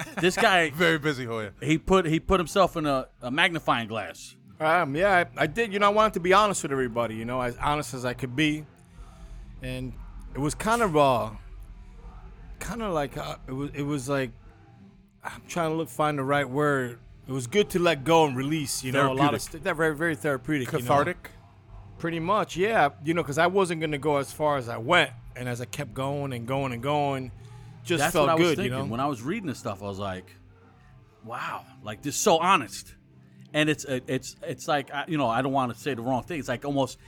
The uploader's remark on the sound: at East Coast Tsunami Fest (Recorded 9-22-17)